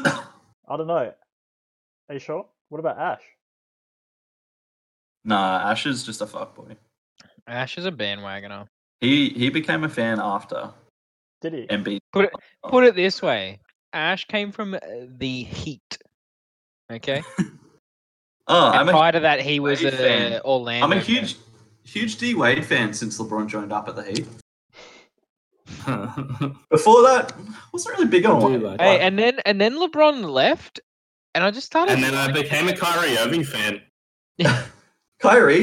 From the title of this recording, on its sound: NPP episode #14 technical difficulties